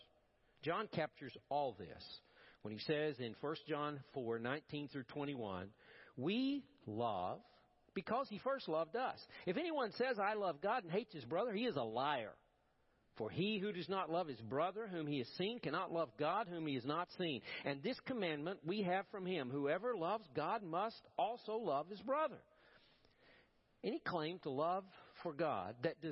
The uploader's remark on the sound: Preached at First Baptist Church of Powell